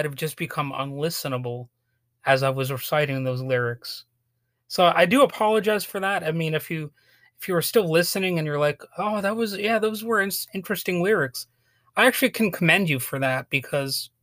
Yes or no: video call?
no